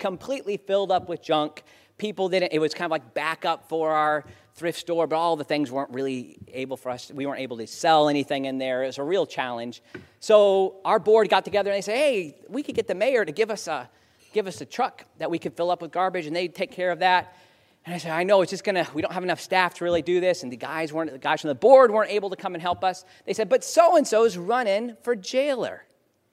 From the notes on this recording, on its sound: In the second half, there is a recording of a keynote. At the Doing the Salvation Army Civic Luncheon in Naples in 2016.